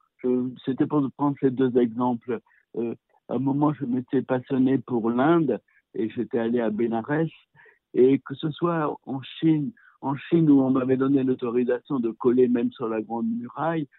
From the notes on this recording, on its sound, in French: s’entretiennent par téléphone